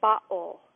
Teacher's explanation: Whereas people in the Midwest would say bottle, they say bottle. It's a glottalized double T